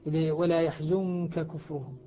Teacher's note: وسر الإدغام، سر المنع هنا، أن النون مع الكاف مخفاة، ومخفاة مع الغنة، والغنة تجملها، والكاف هنا أصبحت يعني مخفي عندها، أصبحت الكاف حرف أخفيت النون عندها.